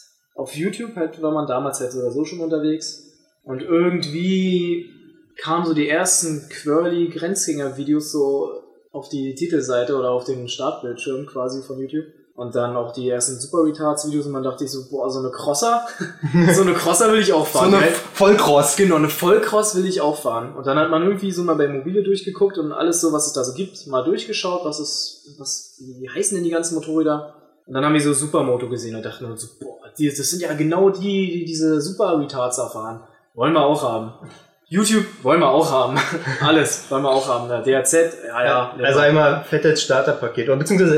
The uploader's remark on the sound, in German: Entschuldigt die schlechte Audioqualität, es war leider nicht möglich ein besseres Setup auf zu bauen für ein besseren Ton.